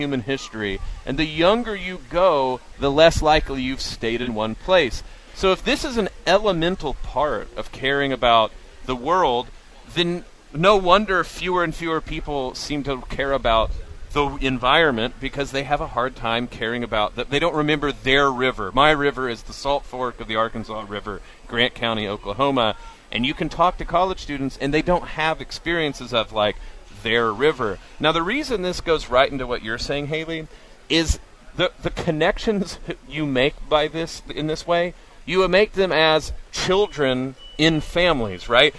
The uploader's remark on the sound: Live At IA St Fair